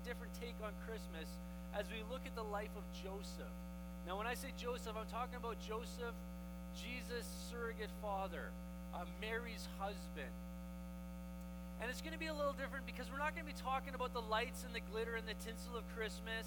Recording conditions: hum or buzz